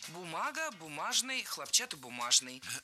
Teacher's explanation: В этом слове ударение падает на второй корень